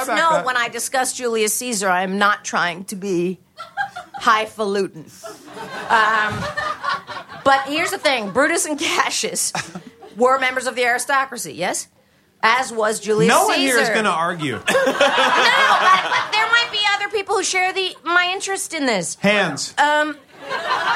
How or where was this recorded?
live audience